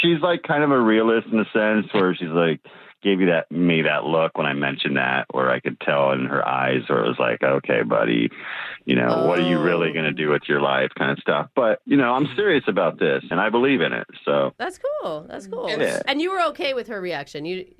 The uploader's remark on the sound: The guy on the phone today.